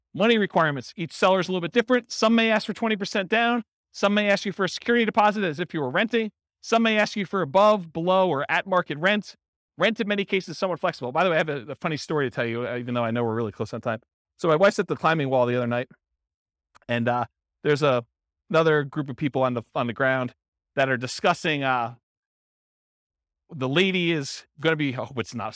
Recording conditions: live audience